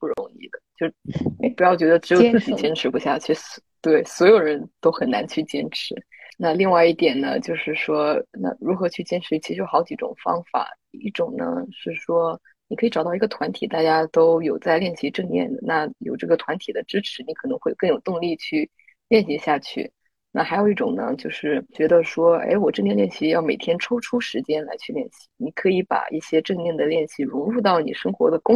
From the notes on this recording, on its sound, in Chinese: 线上录制，音质问题还请见谅！